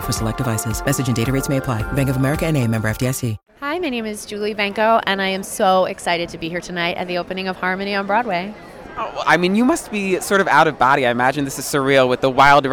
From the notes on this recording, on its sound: Live from opening night of Harmony on Broadway.